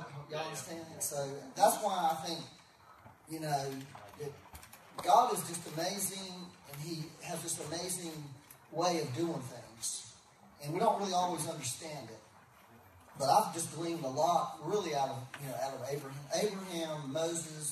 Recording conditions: poor sound quality